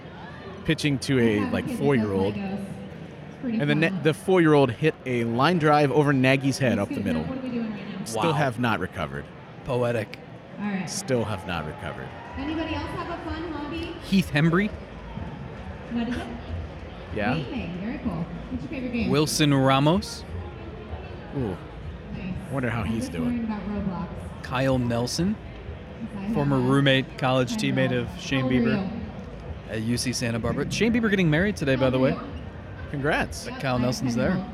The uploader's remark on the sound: Record this week's episode in the middle of GuardsFest 2023.